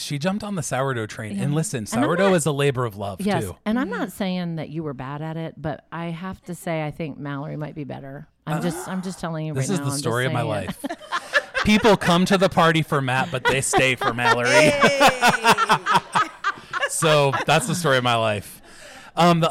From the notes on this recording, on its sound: Love Changes Things w/ our LIVE audience.